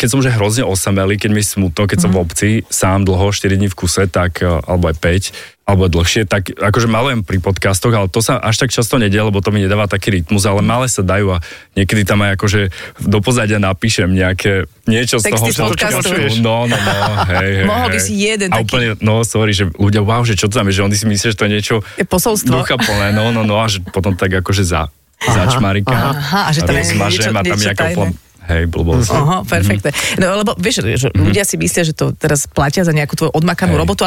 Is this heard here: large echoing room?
no